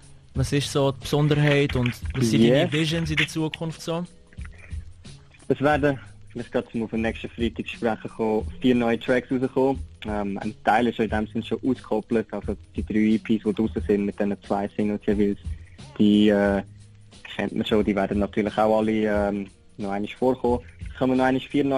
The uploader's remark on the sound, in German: Telefoninterview by Radio 3FACH.